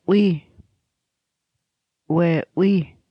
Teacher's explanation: Salish word that begins with the glottalized W.